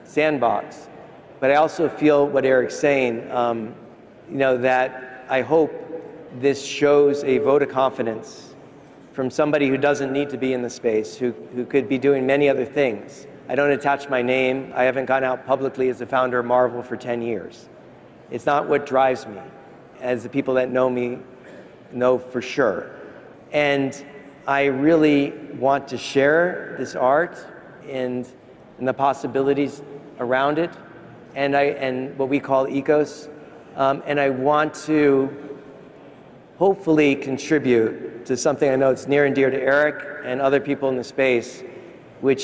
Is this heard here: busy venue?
yes